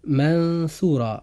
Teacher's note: نجد أن نطقنا لحرف النون جاء فيه إخفاء حقيقي منطوقا بشكل متوسط بين الإظهار والإدغام